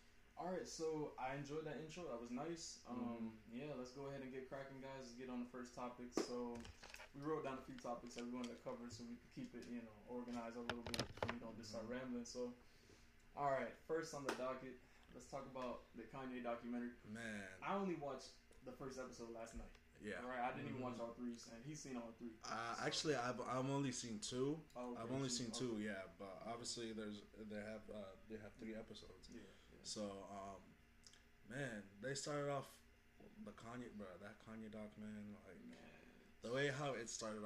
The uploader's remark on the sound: Our audio was kind of messed for this ep.